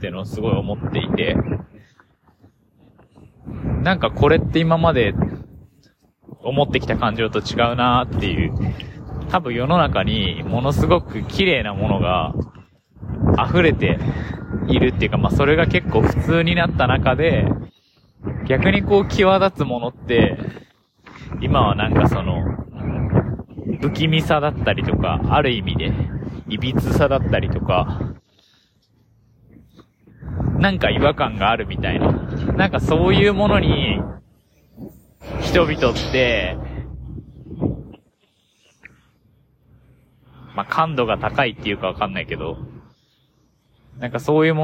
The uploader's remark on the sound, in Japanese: あらゆる環境で撮ってどう仕上がるのかを実験していて今回屋外で歩きながらを試してみたけど騒音ごめんね。